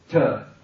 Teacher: the TH, it's always just an aspirated T